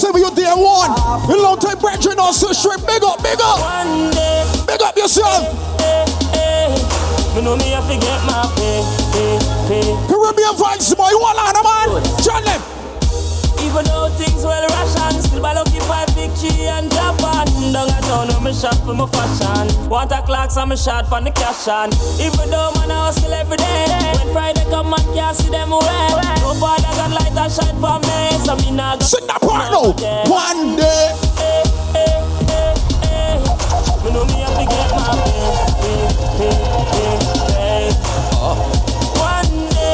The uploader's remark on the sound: CARIBBEAN VIBES BOAT RIDE LIVE AUDIO.